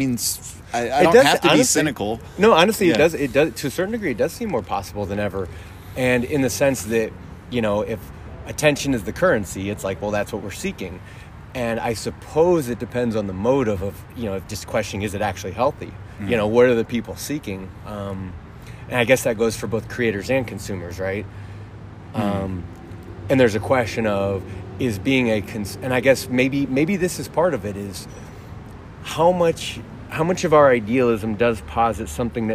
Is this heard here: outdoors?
yes